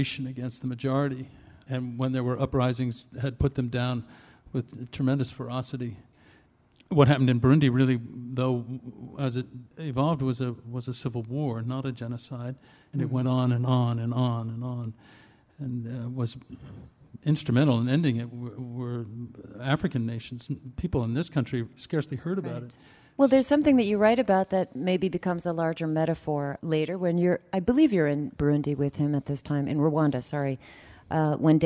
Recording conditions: live audience